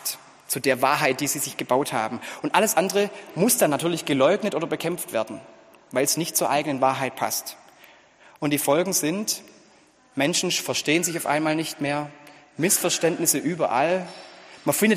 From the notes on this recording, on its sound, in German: Gottesdienst zur Kirbe